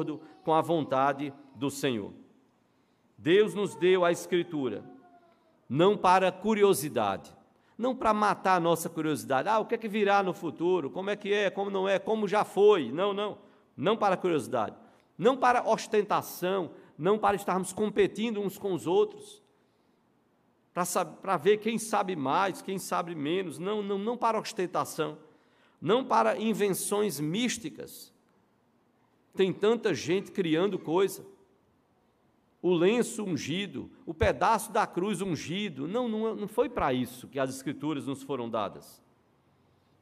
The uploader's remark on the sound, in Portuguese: no culto presencial e transmitido ao vivo